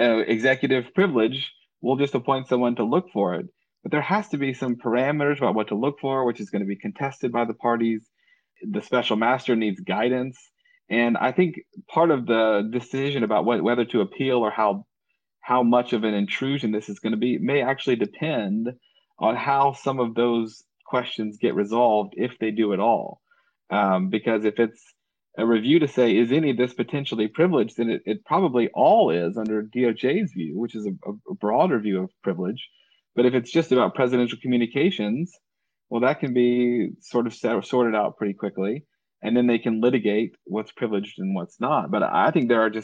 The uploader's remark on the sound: sat down before a live audience on Twitter Spaces